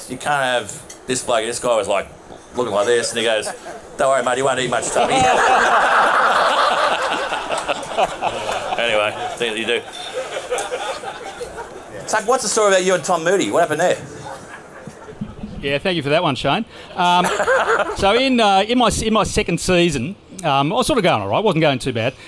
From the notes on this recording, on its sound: A recording of our recent live event. At the new Rooftop Bar in the iconic Jacksons On George.